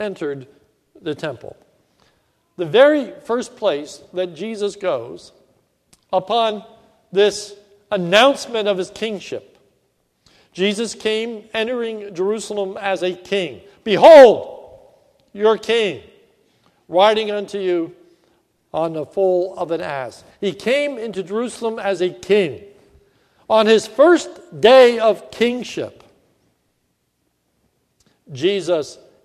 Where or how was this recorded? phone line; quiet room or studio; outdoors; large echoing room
large echoing room